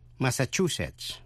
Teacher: Nhấn mạnh vần thứ ba